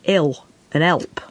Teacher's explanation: they lose the H and the L becomes heavy and the words become ill and help.